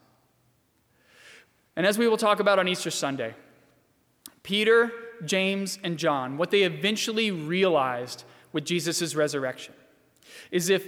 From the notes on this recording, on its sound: during the 7:00 PM service on Good Friday April 10, 2020, at First Presbyterian Church of Arlington Heights, Illinois